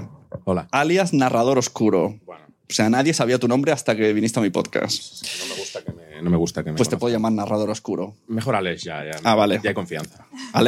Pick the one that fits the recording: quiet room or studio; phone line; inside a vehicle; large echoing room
quiet room or studio